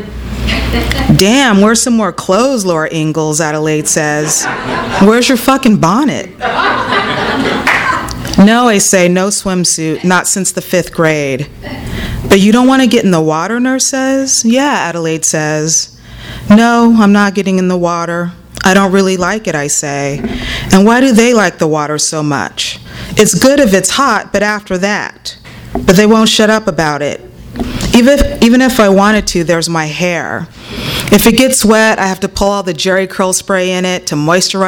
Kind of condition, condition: setting, live audience